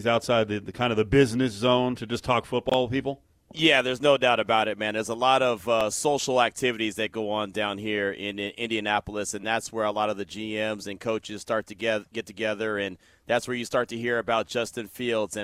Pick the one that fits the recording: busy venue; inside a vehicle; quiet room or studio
busy venue